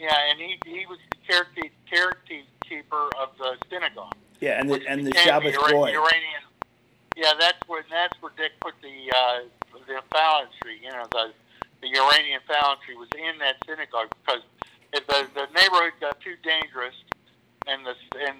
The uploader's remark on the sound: joined over the phone